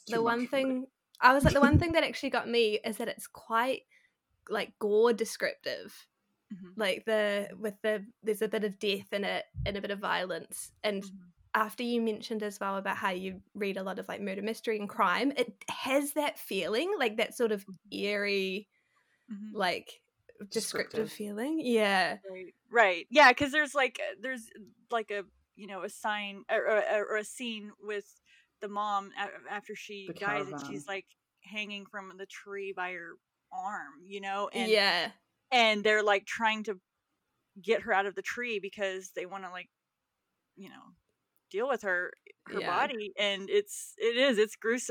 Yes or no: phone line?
no